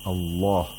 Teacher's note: The lam is pronounced with تغليظ. · Term: تغليظ of the lam